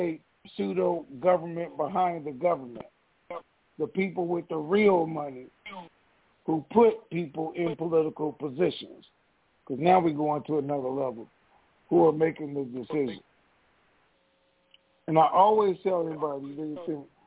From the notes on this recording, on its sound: TNTSuperfantastic Conference Call.